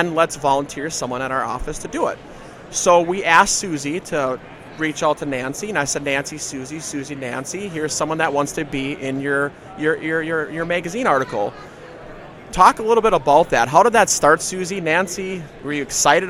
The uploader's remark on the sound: This podcast was recorded on the show floor of the NPGA SE show in Nashville, TN.